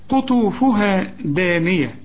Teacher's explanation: القاف والطاء مفخمين لكن الحرف لما بيبقى مضمون بيساعدك على النطق الصحيح. قطوفها لكن الهاء هنا مرققة، دانية كل الحروف هي مرققة.